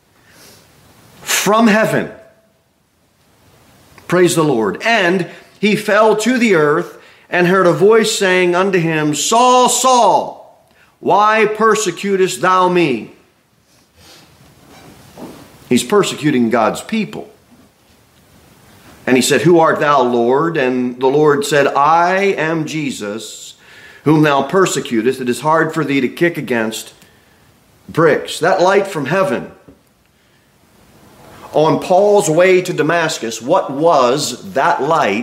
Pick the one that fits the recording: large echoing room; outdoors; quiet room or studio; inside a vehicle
large echoing room